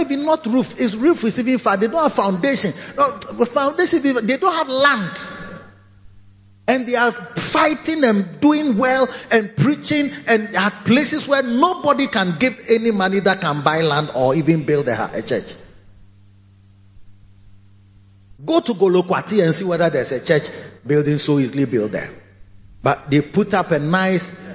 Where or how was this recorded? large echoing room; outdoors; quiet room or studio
large echoing room